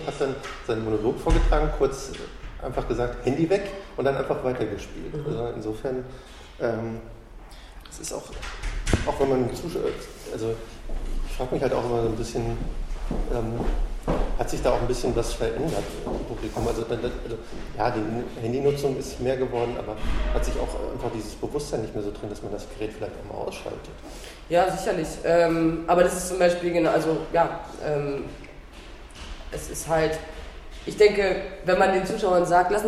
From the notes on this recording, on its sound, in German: Das Interview wurde im Foyer des Theaters geführt und dementsprechend einige Hintergrundgeräusche.